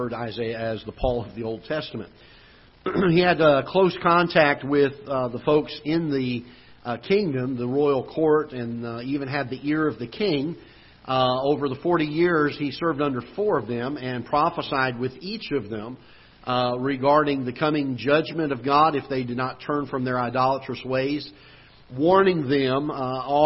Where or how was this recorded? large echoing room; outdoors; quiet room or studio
large echoing room